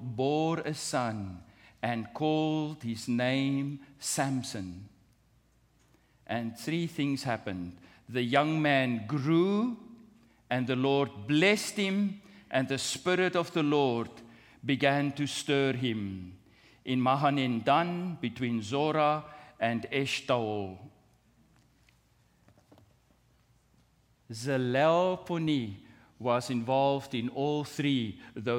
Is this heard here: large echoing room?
yes